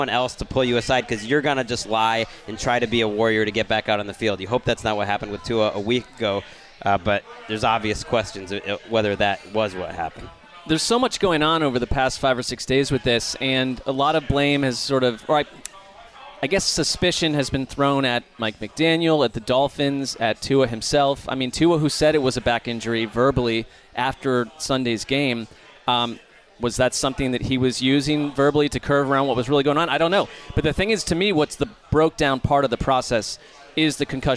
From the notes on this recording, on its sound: A table at the Wilton Arms pub in Knightsbridge